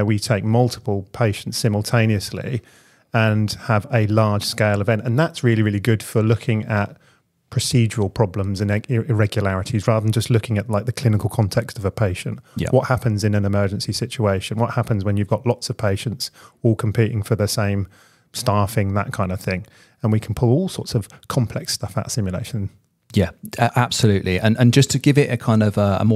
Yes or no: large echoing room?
no